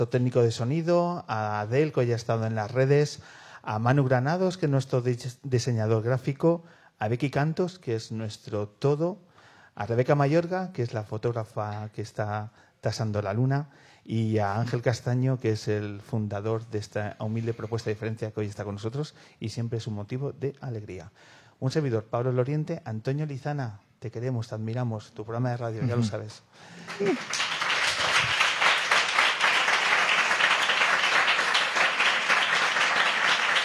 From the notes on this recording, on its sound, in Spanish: grabamos desde nuestro rincón particular de Malasaña, la tienda Headbanger Rare Guitars